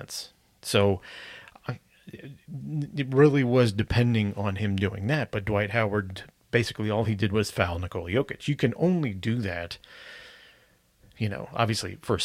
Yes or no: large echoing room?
no